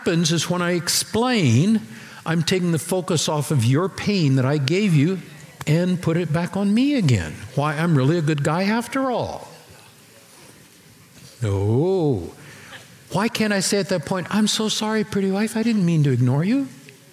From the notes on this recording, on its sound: Recorded Live at Capital Church in Meridian, Idaho